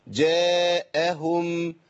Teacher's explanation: انا لازم ابين الهاء، الهمزه جت قبليها ثقيله